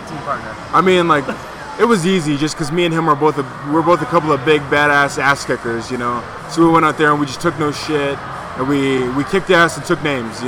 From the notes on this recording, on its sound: The Wrestling With Altitude podcast is on location at the Rackhouse Pub in Denver, CO for the very first onsite recording